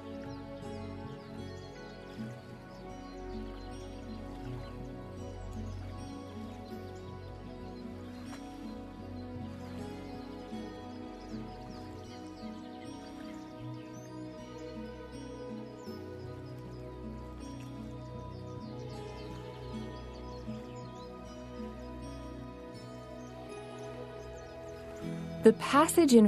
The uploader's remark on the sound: Relax to the sounds of birds in nature and guitar music.